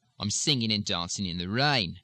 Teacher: In many harsh Australian accents, of course, the ING's will drop as they do in Cockney.